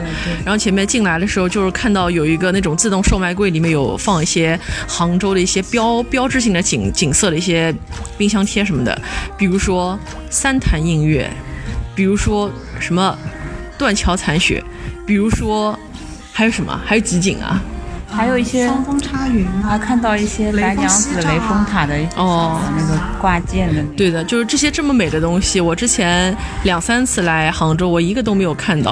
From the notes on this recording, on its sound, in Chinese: 来到杭州展开了一场为期一天半的“访友之旅”，也是主播们第一次尝试边走边录，在万物有灵皆美的大自然中，与花鸟鱼虫一同放声。取材自杭州之旅第二天，于民宿大堂早餐时间的录制。